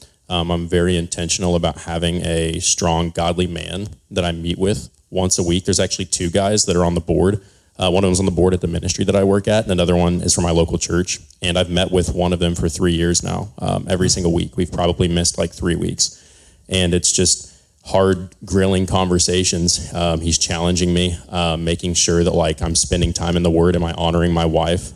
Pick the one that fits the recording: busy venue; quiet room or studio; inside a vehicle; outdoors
busy venue